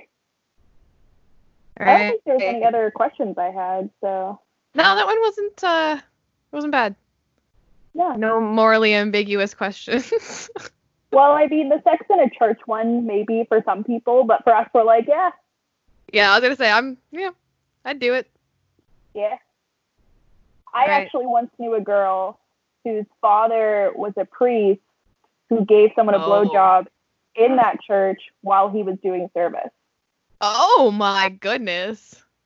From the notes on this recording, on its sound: we Skype (yes, we know the audio quality , you don’t need to tell us)